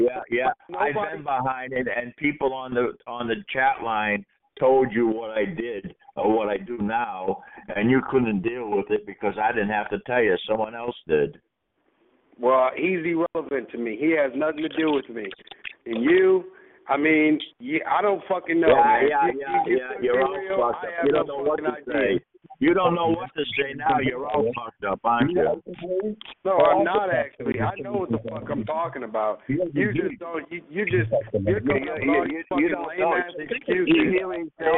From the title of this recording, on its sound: Conference Call